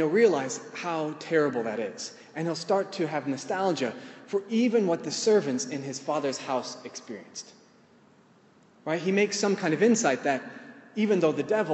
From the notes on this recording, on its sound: In the course of the talk, I lead the audience